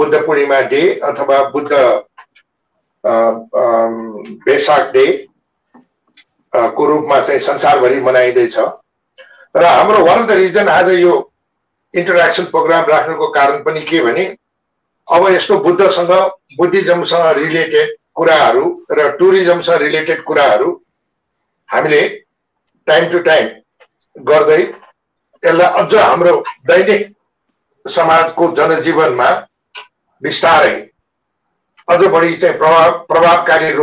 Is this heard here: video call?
yes